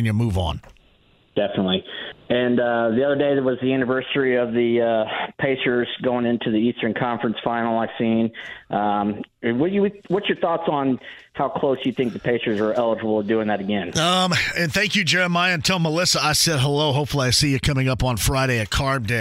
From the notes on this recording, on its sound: He then turns to the phone lines and takes a call! He then opens the phone lines back up!